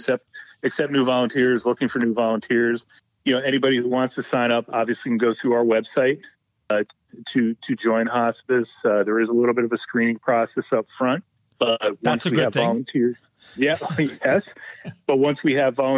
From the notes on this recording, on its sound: joined us on the phone